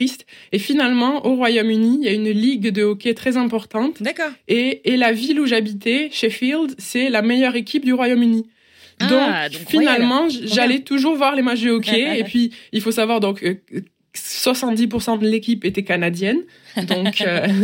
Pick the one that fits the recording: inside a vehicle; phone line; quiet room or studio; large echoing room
quiet room or studio